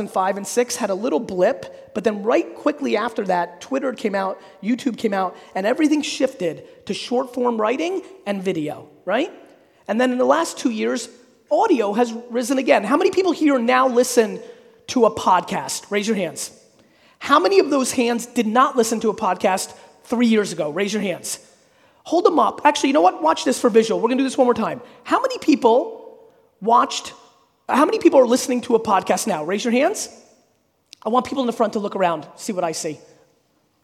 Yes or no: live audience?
yes